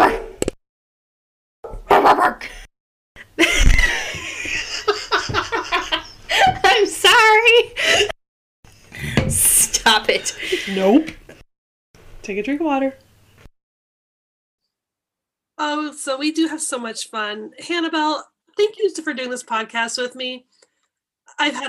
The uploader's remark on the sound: Due to Covid quarantine, this episode was recorded over Zoom, so there are hiccups here and there. Unavoidable part of Zoom podcasting.